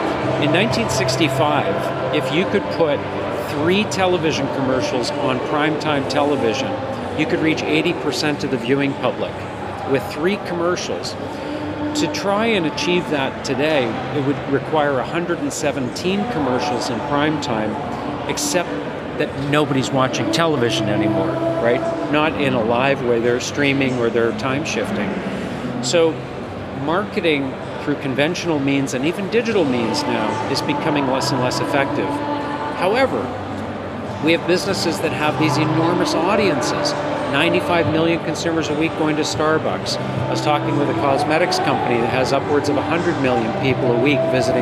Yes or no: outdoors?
yes